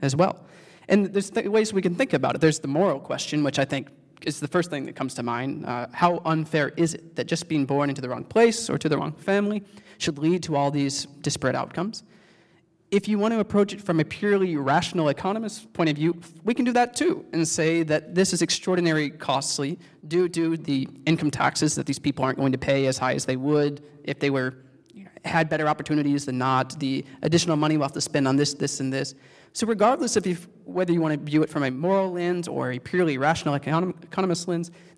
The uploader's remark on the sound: panel event in conjunction with the CUNY Graduate Center